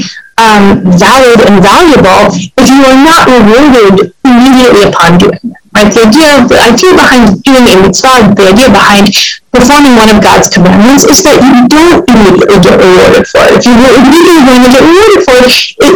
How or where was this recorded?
video call